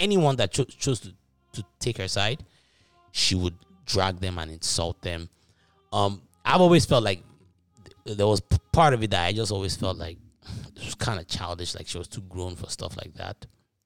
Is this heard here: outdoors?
no